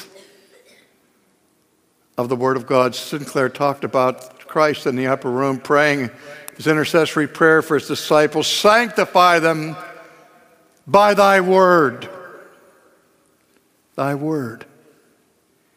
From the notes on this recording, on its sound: This message is from our 2015 National Conference, After Darkness, Light.